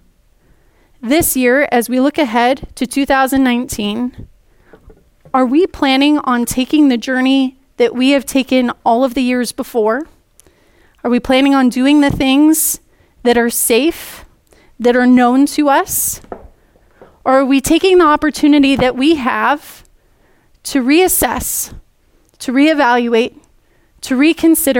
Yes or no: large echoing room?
yes